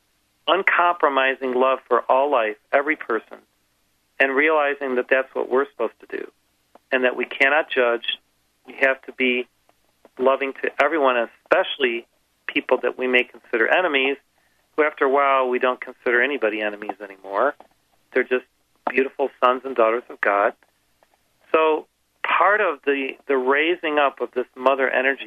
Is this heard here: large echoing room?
no